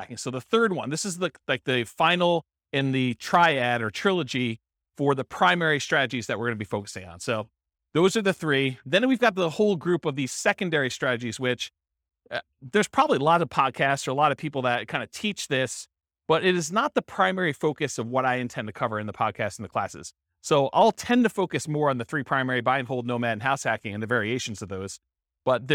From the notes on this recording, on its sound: This was a live class recorded.